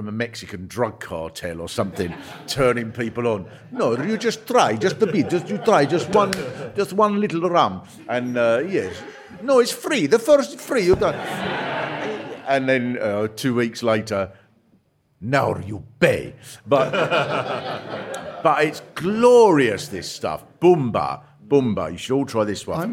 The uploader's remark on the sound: Record a special LIVE episode as part of the Orwell Festival. Live from The Marquis Cornwallis in Central London (just round the corner from a blue plaque celebrating Orwell).